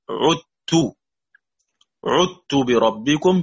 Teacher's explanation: بإدغام الذال في التاء